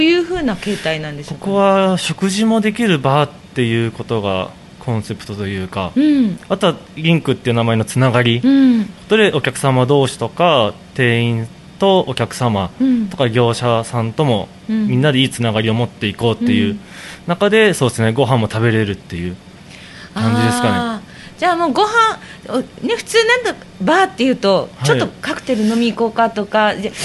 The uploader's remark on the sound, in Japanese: 隠れ家バーの四谷バーリンクにお伺いして収録しました。